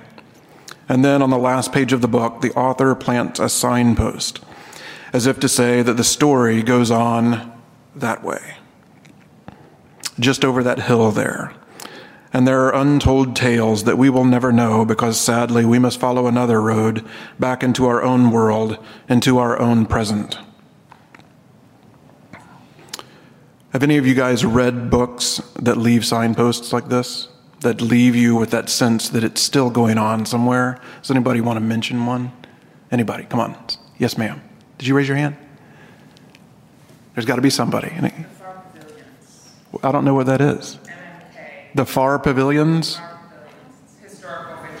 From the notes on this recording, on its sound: This episode is taken from the Hutchmoot 2012 session titled “Tales of New Creation”.